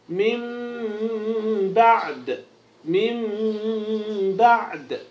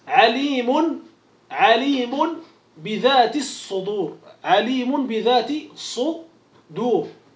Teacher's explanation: الميم عندما تخفى مع الباء إنما يطبق أو تطبق الشفتان إطباقا خفيفا · Term: الإخفاء